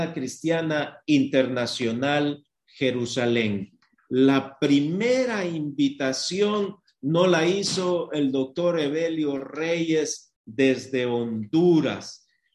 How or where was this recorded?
video call